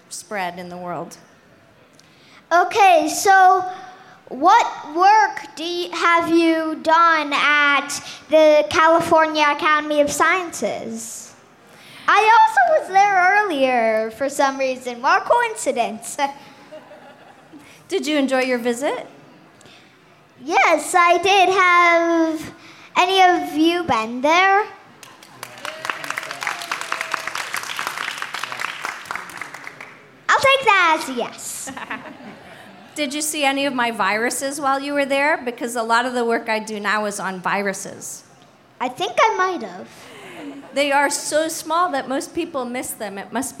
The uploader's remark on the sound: This episode was recorded at the Apple Store in San Francisco on September 12th, 2018 as part of Coal+Ice, an event aimed at inspiring climate action through art and ideas. The Apple Store in Union Square.